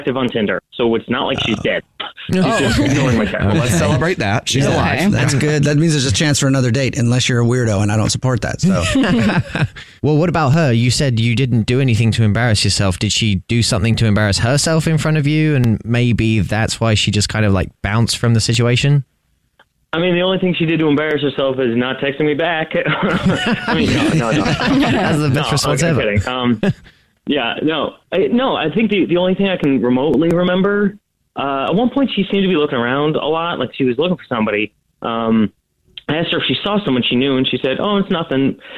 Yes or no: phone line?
yes